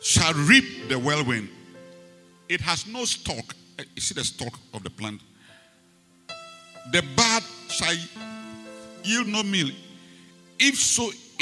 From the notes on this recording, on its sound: Preached at the Rose of Sharon Cathedral, Catch the Anointing Denomination, LA - Accra